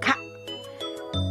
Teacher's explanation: ベロの奥に力を入れて軟口蓋が持ち上がることで発音できる